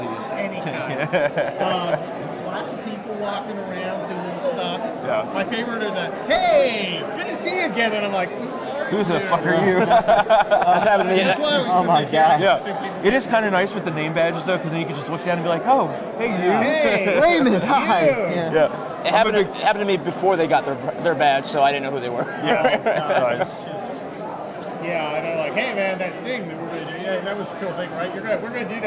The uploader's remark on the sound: Live From CPAC